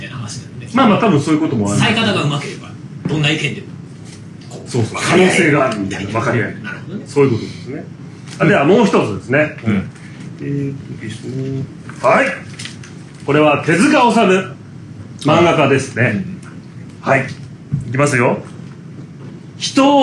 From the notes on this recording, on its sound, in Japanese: イベント公開収録inのにゃん。2019年8月11日に練馬barのにゃんで行われた「AMR公開収録inのにゃん」。